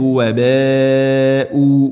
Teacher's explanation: മദ് മുത്തസിൽ നിർബന്ധമായിട്ടും നാലോ അഞ്ചോ ഹർക്കത്തിന്റെ ഖദറിൽ നീട്ടണം